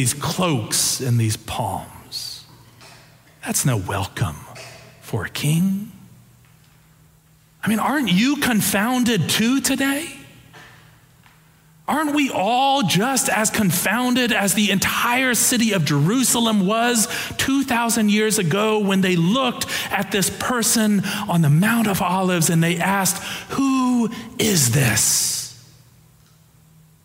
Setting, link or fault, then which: setting, large echoing room